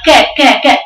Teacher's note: بالنسبه للكاف فيها ايه؟ فيها شده وفيها خروج هواء